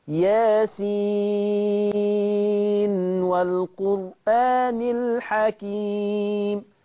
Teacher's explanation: إذن جبت الحكم وقفا لأنه رأس آية ياسين، ثم وصلا لبيان طريق المصباح بإظهار النون ياسين والقرآن الحكيم هكذا.